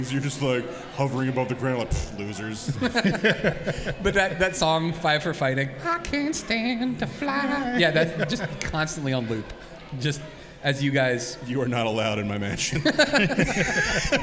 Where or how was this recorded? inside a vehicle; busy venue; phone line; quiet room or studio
busy venue